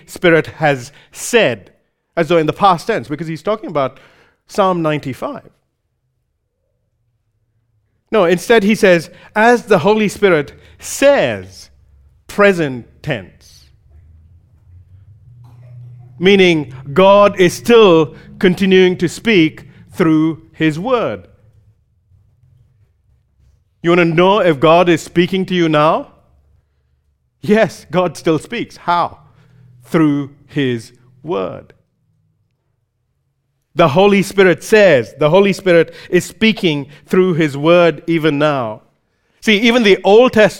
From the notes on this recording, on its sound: recorded live at Grace Community Bible Church